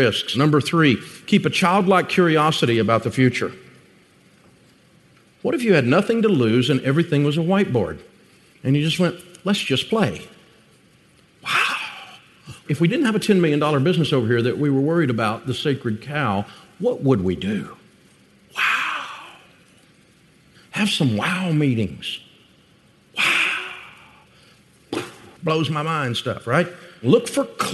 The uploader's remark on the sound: Live From Summit. We’re continuing our bonus content from EntreLeadership Summit. Two of this year’s 2,300 Summit attendees.